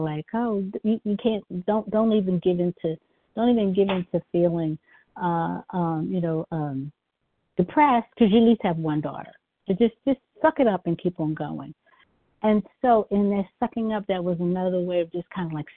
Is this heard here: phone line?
yes